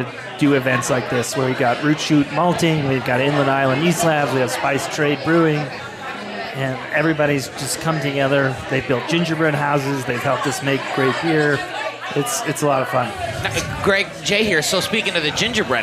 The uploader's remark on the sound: The Modern Eater Show Live from Intrepid Sojourner Beer Project! We're here for their inaugural gingerbread house competition, along with Spice Trade Brewing Company, Root Shoot Malting, and Inland Island Yeast Company.